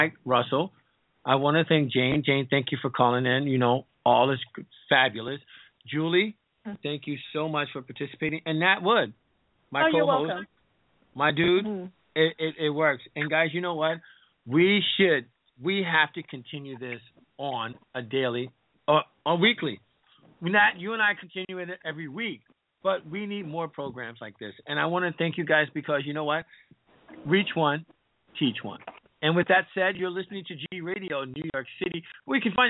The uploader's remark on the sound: This is a Live call in show.